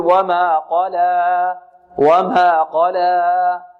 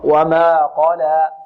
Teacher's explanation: ولا نمدها أكثر من حركتين · Shown in: second take